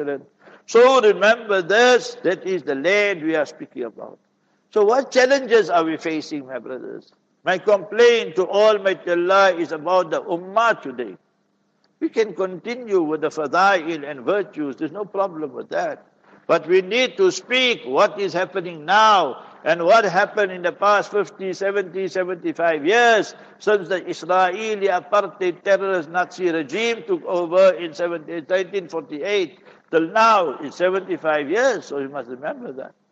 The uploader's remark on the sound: Jumah Lecture at Verulam Masjid